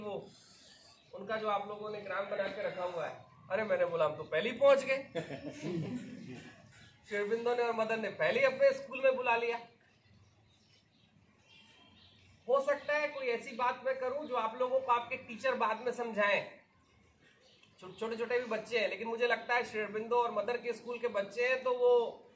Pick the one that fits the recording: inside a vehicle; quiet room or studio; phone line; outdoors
outdoors